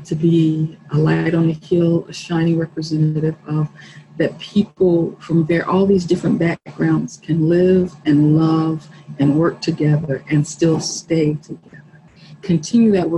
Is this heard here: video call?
yes